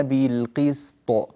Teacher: في قوله تعالى وأقيموا الوزن بالقسط، لما تقفي تقولين بالقسط وليس بالقسط، قسط السين قصيرة والطاء غير مقلقلة